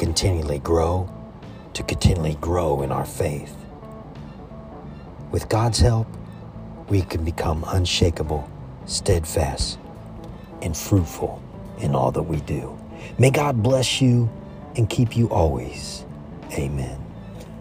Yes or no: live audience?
no